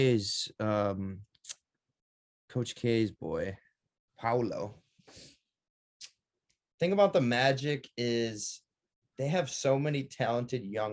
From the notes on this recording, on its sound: Over zoom. Before we were rudely cut off by Zoom.